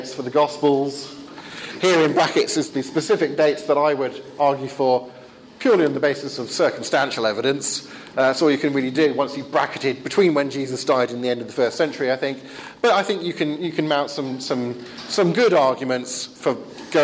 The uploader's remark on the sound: The second part of a pre-forum seminar delivered at the European Leadership Forum (ELF) in Wisla, Poland. I forgot to record the first half!